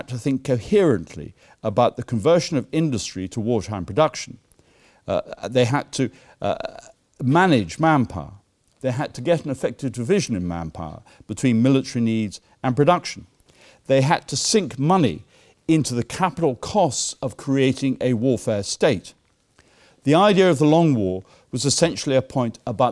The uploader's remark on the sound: Keynote lecture given at the War Time 2016 conference.